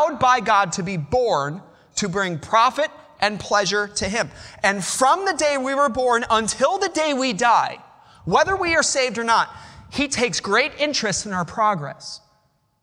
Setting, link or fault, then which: setting, large echoing room